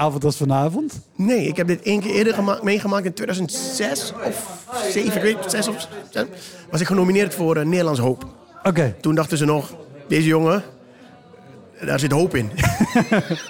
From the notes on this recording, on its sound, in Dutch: Deze aflevering is namelijk opgenomen tijdens de uitreiking van de VSCD cabaretprijzen. Dat zijn de grootste cabaretprijzen in Nederland.